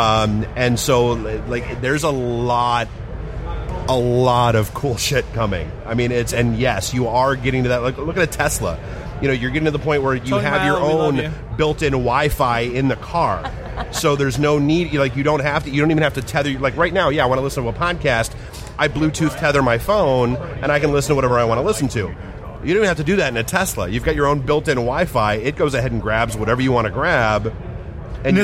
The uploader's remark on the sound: Podcast Detroit live from Michigan Comic Book Expo